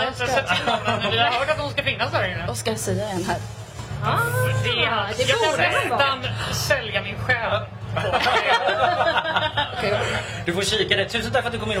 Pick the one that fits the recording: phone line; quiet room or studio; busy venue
busy venue